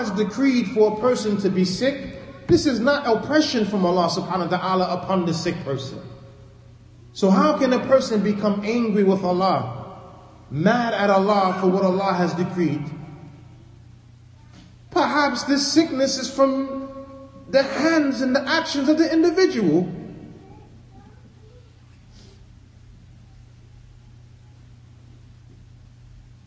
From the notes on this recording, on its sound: Lecture given at Masjid Nur Allah, Queens, NY